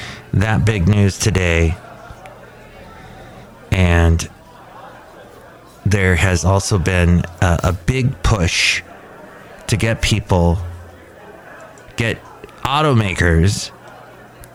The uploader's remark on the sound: podcasts live from Cafe Anyway